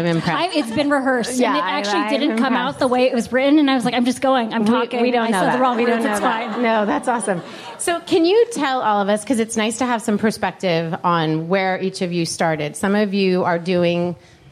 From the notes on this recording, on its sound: Our second live LIBERTY Sessions event from the Santa Monica WeWork offices